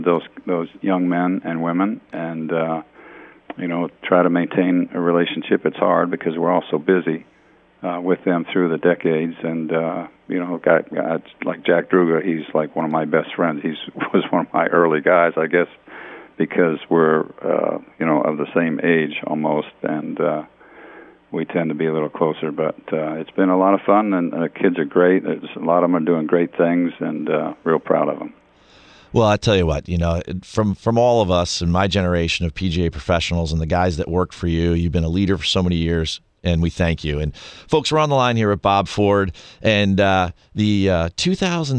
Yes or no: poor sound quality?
no